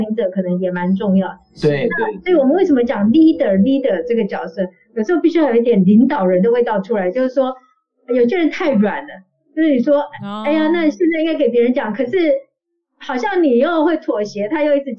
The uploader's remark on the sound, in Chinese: 本集採線上錄音，音質欠佳請見諒